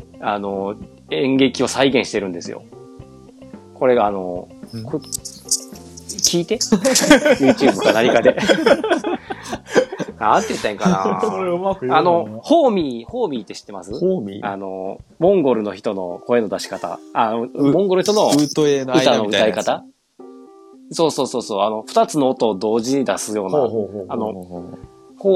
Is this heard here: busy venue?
no